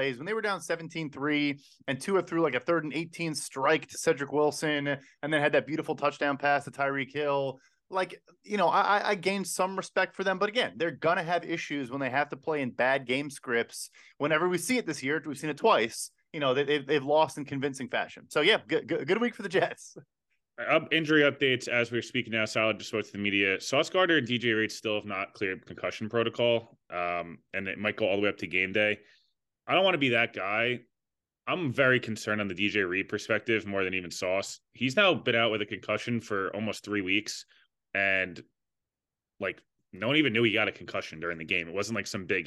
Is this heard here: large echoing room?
no